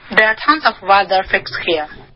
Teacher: tons of other, tons of other,这个 v 的音节呢没有听见